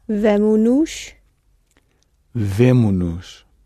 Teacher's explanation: you're going to drop the S from the end of vemos when you add that nous on the end